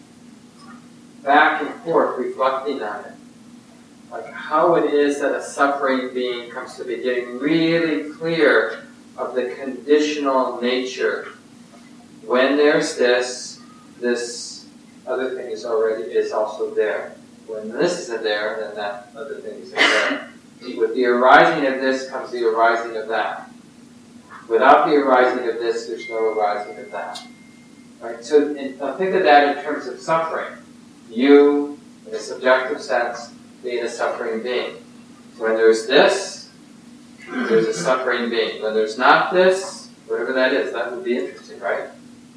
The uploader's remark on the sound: Poor Audio Quality.